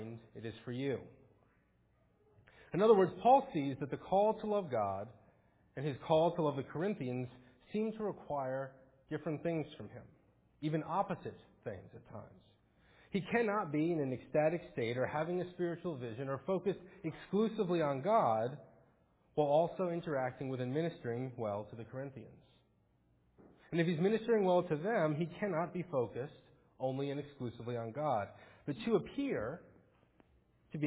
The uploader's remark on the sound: Faith Presbyterian Church – Morning Service